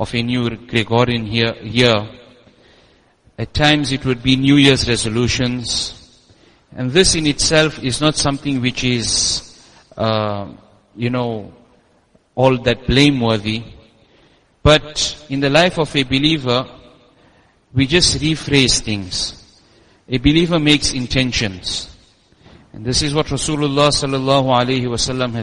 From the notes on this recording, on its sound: Jumuah lecture at Masjid us Siddique